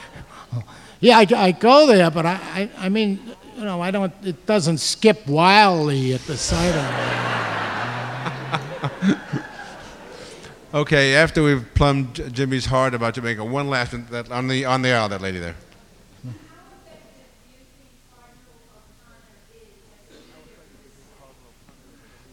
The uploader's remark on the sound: Recorded May 16, 1989 at New York's 92nd Street Y.